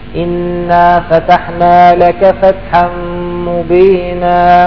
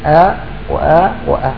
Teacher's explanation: هذه الألف لما تكون الآية مختومة بألف تنطق هذه الألف ثلاث ألفات · Term: الترجيع